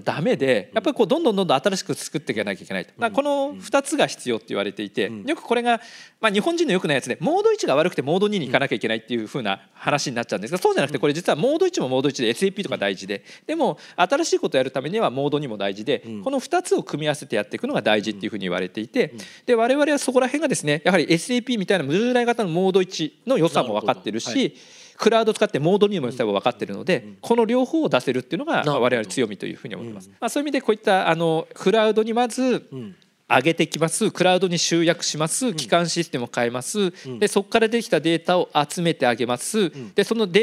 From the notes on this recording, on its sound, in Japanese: 2022年11月26日、東京・梅田で行われた「ラジオNIKKEI 相場の福の神 注目企業ＩＲセミナー」からＢｅｅＸ（4270・東証グロース）のＩＲプレゼンをお聴きください